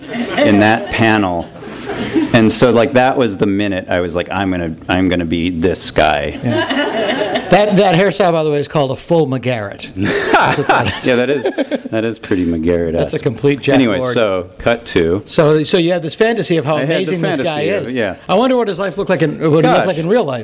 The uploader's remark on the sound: After a slideshow presentation. For a discussion and Q&A! THIS EVENT WAS RECORDED LIVE AT SKYLIGHT BOOKS.